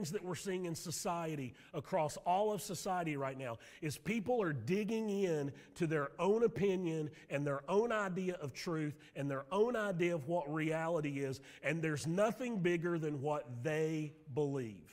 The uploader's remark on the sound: Sermon audio from Mission Church in Locust, NC.